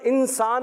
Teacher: اخفا کا غنہ کریں گے کیونکہ نون ساکن کے بعد سین حروف اخفا میں سے